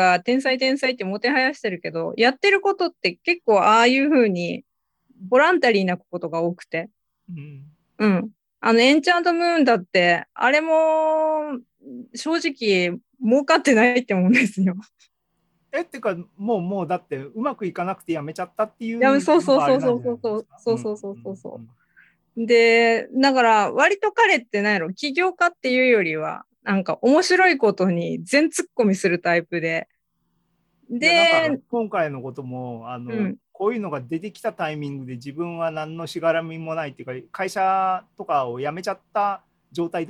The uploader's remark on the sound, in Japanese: ZOOMライブの模様です